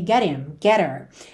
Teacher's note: pelo H tem um som fraquinho, esse h, h, h, muitas vezes ele acaba sendo suprimido e a gente liga no T